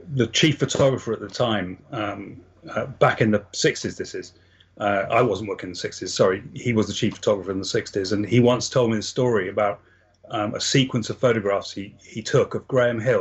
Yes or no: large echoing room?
no